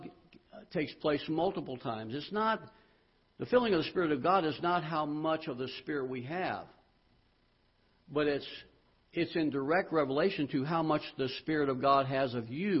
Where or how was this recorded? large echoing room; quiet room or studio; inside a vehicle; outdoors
large echoing room